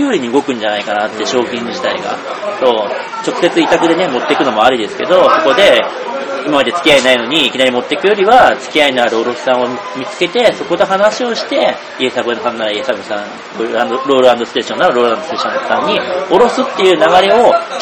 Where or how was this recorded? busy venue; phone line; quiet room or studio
busy venue